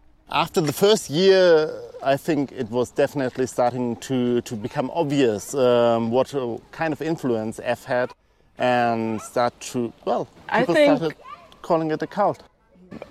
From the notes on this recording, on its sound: This episode is about the show F, an interactive audio-walk/scavanger hunt, and it was recorded on site at Kampnagel in Hamburg.